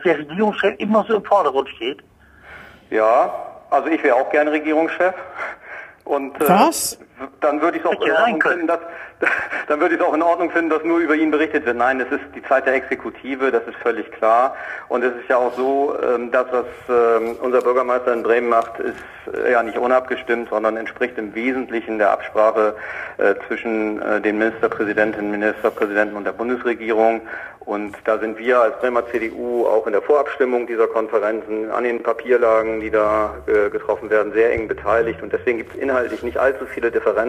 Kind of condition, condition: link, phone line